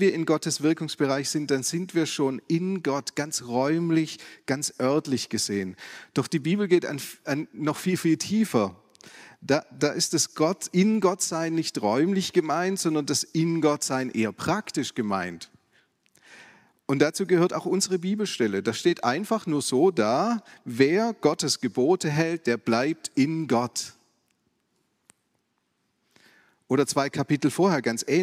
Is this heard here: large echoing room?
yes